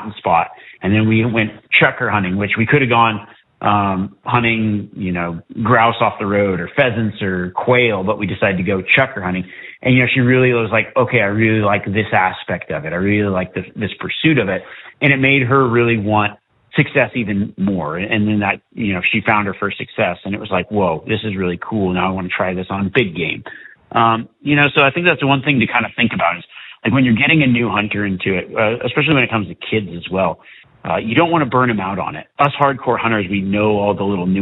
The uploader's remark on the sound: Live Q &. Joins a few callers in between glassing and guiding to answer their hunting questions. Callers during this Live Wild Live Q&A episode.